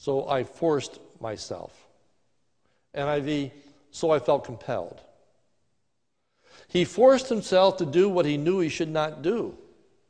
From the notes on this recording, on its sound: This is a sermon recorded live at the Lebanon Bible Fellowship Church in Lebanon, PA on 09/20/2020 during the morning worship service